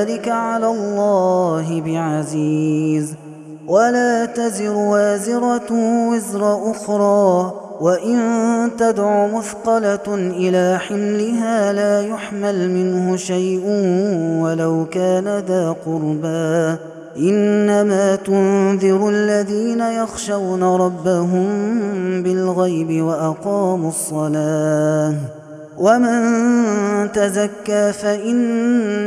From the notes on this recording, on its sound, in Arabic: هذا التسجيل من صلاة التراويح